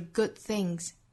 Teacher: All goodthings， thing 这个词后面加的 s 读浊辅音，就是清清浊浊的规律，因为 thing 后面是后鼻音嘛，那后鼻音属于浊音类的，所以后面加的 s 读浊辅音 thingsAll good things, all good things. Good 后面这个 d 的发音我们憋掉，那相当于是白口型，但是不爆破了，不是 goodthings，而是 good things.